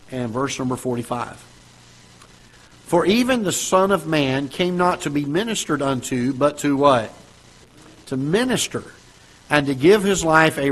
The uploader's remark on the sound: Ketha Heights Baptist Church ~ Live Broadcast